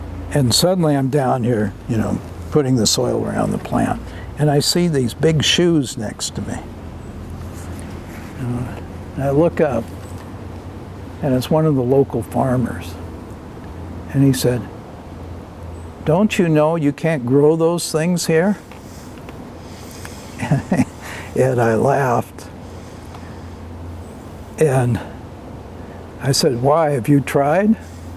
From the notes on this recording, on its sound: outside Nicholson Library at Linfield University in McMinnville on August 11, 2021